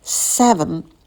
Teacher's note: на звуке «с» язык стремится наверх, мы растягиваем, сидим подольше на этом звуке.